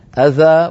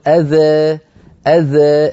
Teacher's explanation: الوجه الأول الفتح أذى والوجه الثاني تقليل